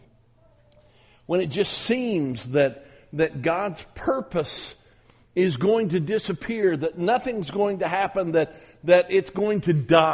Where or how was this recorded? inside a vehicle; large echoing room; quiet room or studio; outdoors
large echoing room